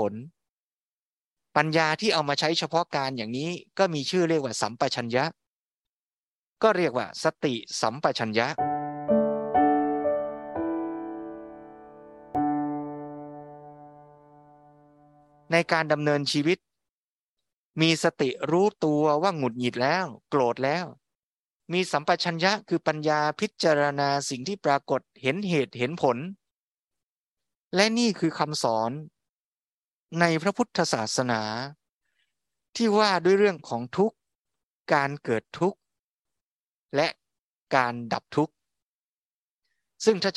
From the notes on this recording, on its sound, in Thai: บันทึกจากธรรมบรรยาย กิจกรรมวัดพระสุดสัปดาห์ (ออนไลน์) ณ อุโบสถชั้นล่าง วัดญาณเวศกวัน